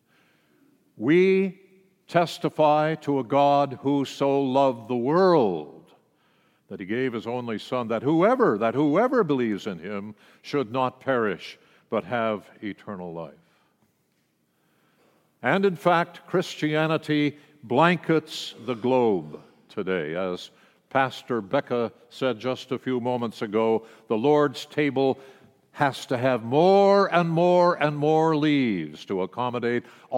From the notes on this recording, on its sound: World Communion message delivered during the Traditional Worship service.